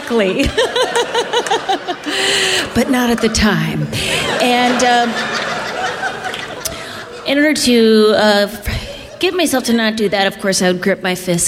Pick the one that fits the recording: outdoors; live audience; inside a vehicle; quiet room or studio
live audience